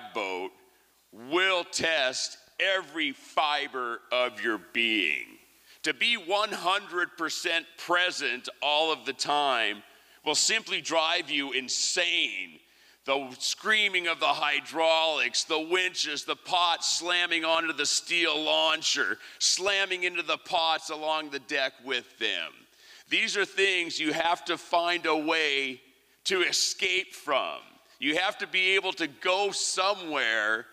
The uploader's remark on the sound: 2023 FPG-Liberty Theatre-Saturday Night-First Set. Was recorded at the Liberty Theatre on Saturday, February 25th, 2023.